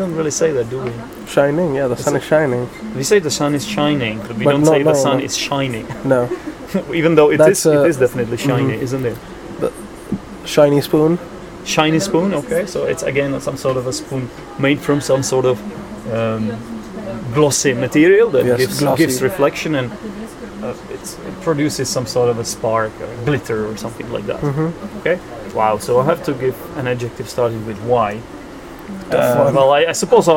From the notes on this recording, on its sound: This episode was recorded on a train last winter. We were travelling from Podebrady to Prague.